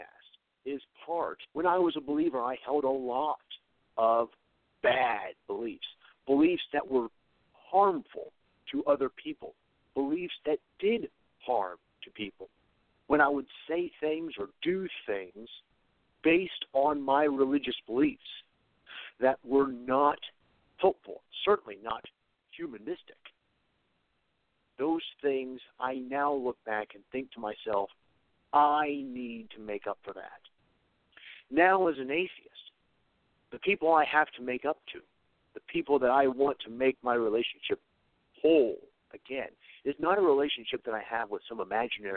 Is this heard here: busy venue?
no